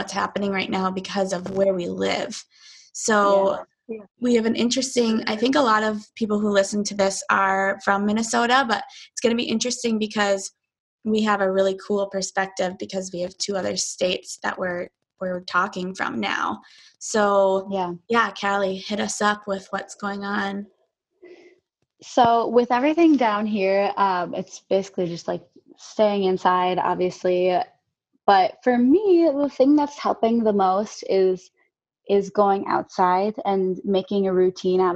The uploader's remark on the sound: We found a new option for distance recording called Zoom!